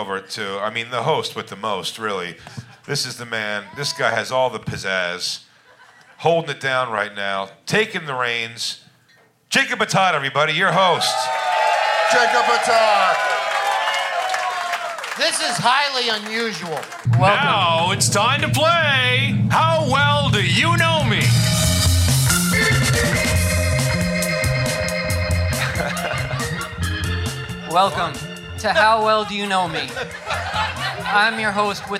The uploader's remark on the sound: The Bonfire is live from The Moontower Comedy Festival at the historic Antone's in Austin, Texas!